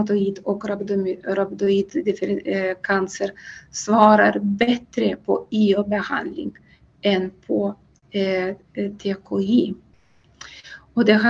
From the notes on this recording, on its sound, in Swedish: Ljudinspelningen från SOF:s webbinarium